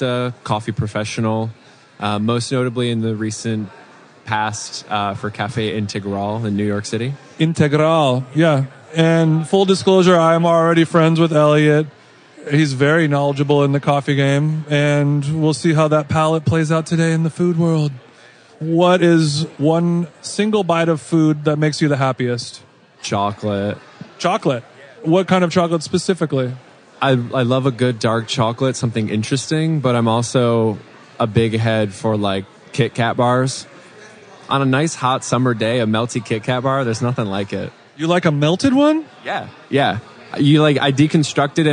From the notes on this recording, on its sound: Live from the Food Book Fair. Went on location at the Food Book Fair in New York last weekend and conducted a series of mini quick style interviews.